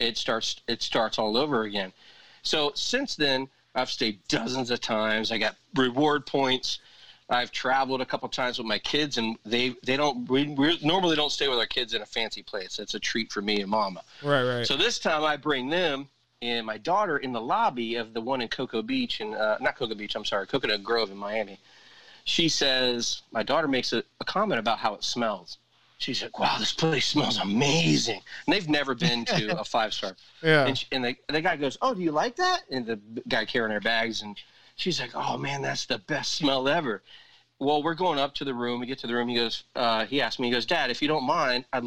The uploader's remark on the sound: While the barbershop was closed during the lock downs we poorly recorded some zoom calls. Quality is a mess and background noises are distracting but we didn't let it stop us from enjoying some beers with eachother over the phone.